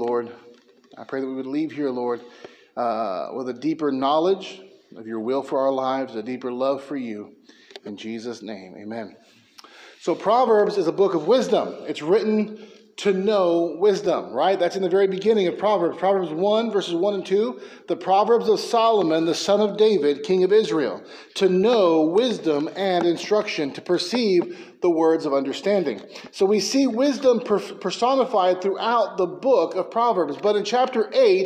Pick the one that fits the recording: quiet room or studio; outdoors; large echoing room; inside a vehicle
large echoing room